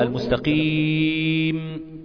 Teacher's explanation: السكون المحض ده بقى يا أخي الكريم أن يتم تسكين الحرف الأخير من غير ما روم أو إشمام